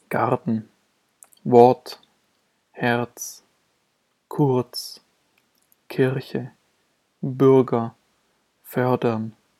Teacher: Hier wird das R weniger stark ausgesprochen als zum Beispiel am Wortanfang. Nur eine Andeutung von R.